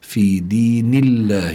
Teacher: هون اللام لفظ الجلالة الله، لابد أن يكون مرققا لأن ما قبله مكسور. في دين الله، ليس في دين الله، بل في دين الله أفواجا.